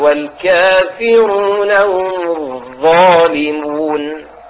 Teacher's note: هذه الظاء الثائية اللي فيها مشوبة حبتين ثاء